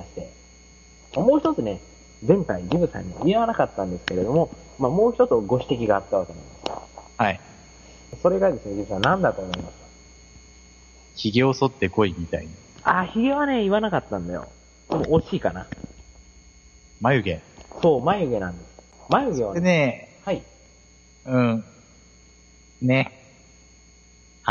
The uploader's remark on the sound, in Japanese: 今回、マイクのせいでかなりノイズが入っていたり電波の関係で音が飛んでしまったりととんでもない仕上がりとなっております